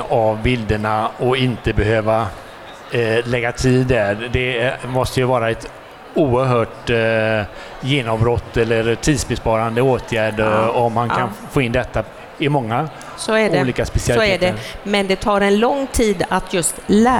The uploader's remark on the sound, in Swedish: Detta är det första avsnittet av tre som spelades in live inför publik på Kvalitetsmässan 12-14 november i Göteborg. I början av detta avsnitt strulade tekniken något så ljudet byter karaktär efter cirka fem minuter.